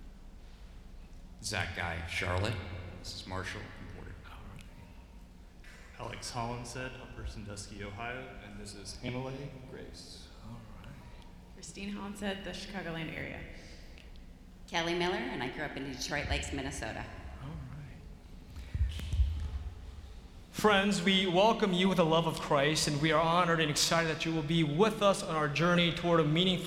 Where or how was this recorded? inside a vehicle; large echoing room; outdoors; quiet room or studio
large echoing room